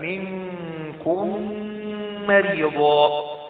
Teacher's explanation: يحدث إضغام مثلين صغير مع بقاء الغنة